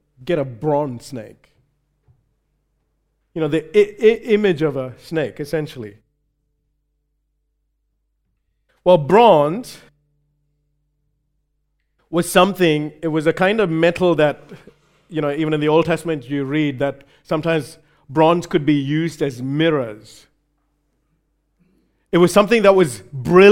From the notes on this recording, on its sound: recorded live at Grace Community Bible Church